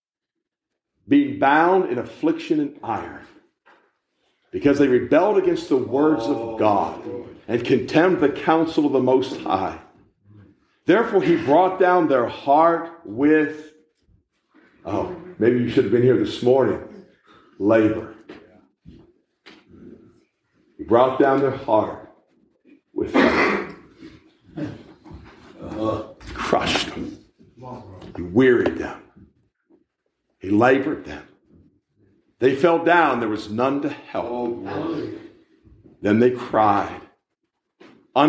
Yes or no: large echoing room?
yes